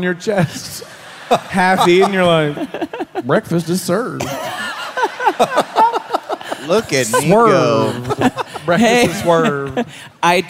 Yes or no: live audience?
yes